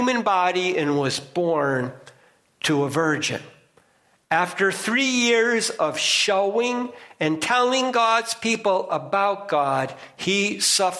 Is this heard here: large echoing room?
yes